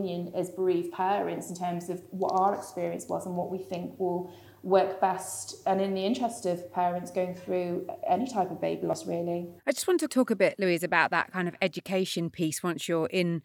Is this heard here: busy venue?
yes